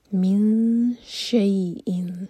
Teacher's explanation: تنفقوا قو مد طبعی، مما من پشد تو مم پر قلنا، تحبون ح حلکسی، وما ما مد طبعی، تنفقوا اگین فا کے لیے اخفا، من شیئن یہاں پر شین کے لیے اخفا، نون کی آواز کو چھپائیں گے اور شین کے لیے تیار کریں گے